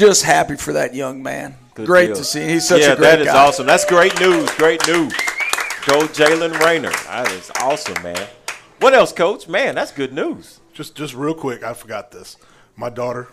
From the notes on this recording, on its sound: live every Tuesday 730pm at Monte De Rei Mexican Restaurant in Kernersville NC